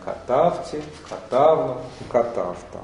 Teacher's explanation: Две формы редуцируют первый гласный, две формы редуцируют второй гласный. И обратите внимание на то, что окончания ТИ, НУ и ТА безударные.